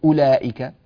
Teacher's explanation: معناه أن الواو لا تنطق وصلا ولا وقفا